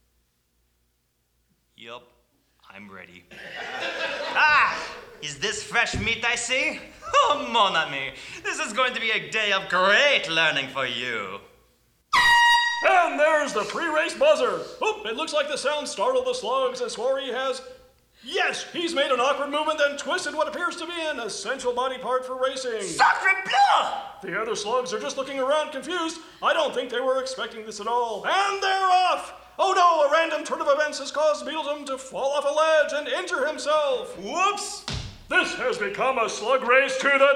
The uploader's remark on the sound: The Midwest Examiner LIVE! Presented by GoProv at The Art House in Goshen, Indiana USA. This is the first performance of The Midwest Examiner in front of a live audience!